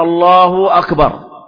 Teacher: أكبر، هذا خطأ، بعضهم يشبع الضمة، لأن لفظ الجلالة مضموم بالضم، يشبع الضمة حتى يتولد منها واو